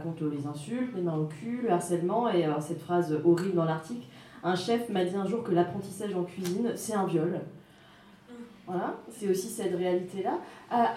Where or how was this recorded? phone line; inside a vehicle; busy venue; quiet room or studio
busy venue